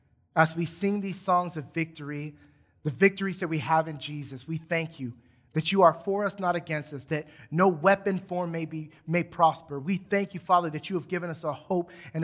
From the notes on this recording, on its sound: Recorded from South Gate Fellowship in Duncanville, TX on Sunday, May 9 2021.